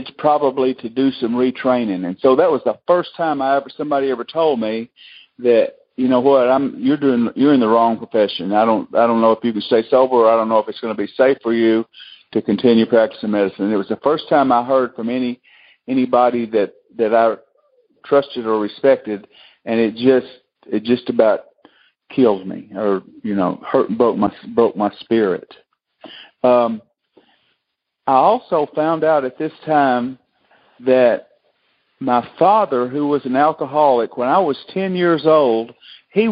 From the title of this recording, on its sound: Monday Noon Phone Speakers Series